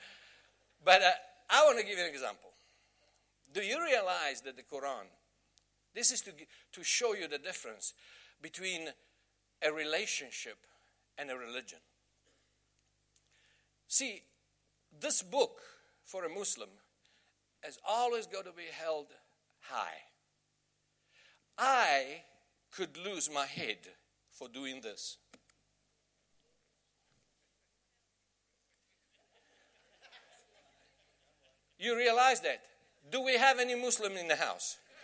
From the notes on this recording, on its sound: Message preached at the Bay Christian Church in Somerset West.